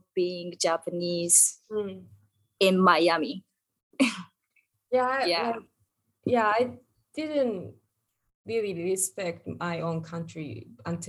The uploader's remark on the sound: This episode was recorded through Zoom. The sound quality is not good.